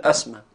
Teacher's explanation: وهذا هو مذهب العربي في حديثهم أنهم كانوا يغيرون الهمزة في الوقف، ولا زالت هذه اللهجات الدارجة بين العرب لا زالت مسموعة إلى الآن، تغيير الهمزة يعني تسمعوا في دول الخليج، بل وفي بعض يعني النجوع أو قرى بلدتنا المباركة مصر تسمعهم يشيلوا الهمزة متطرفة خالص · Term: تغيير الهمزة المتطرفة